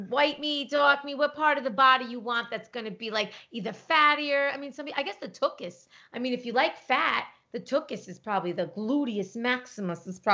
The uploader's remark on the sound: This episode is done over Skype as they adhere to the social distancing directive in Los Angeles due to the Corona Virus.